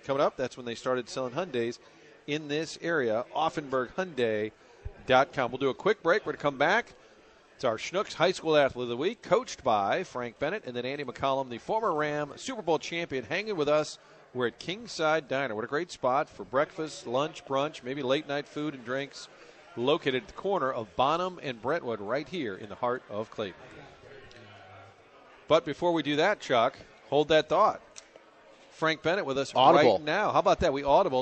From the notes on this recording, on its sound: broadcasting live from Kingside in Clayton